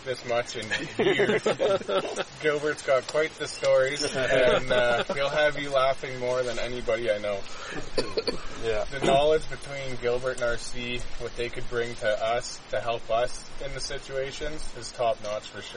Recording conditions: outdoors